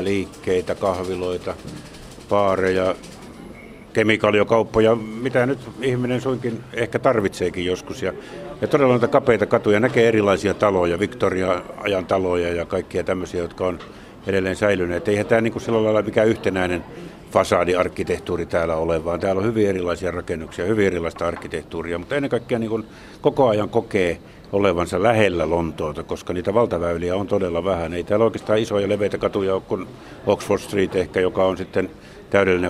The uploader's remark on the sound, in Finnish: Ovat siis suunnanneet kulkunsa lauantaiselle aamukahville Nottinghilliin, jossa perusbrittiläiseen tapaan äänityspäivänä satoi Lontoon reippaasti.